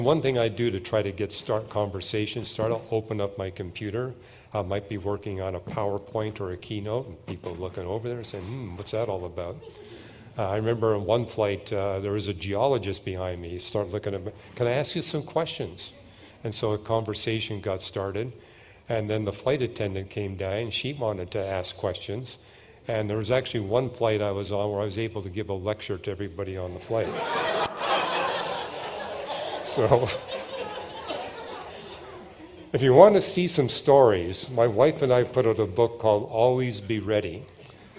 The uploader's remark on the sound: At the 2023 Evidence and Answers conference